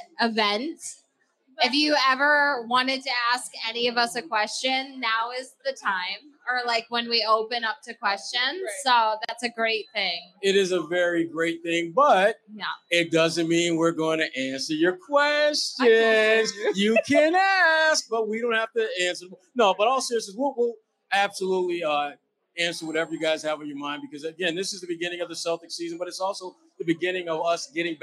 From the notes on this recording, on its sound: LIVE from The Greatest Bar in Boston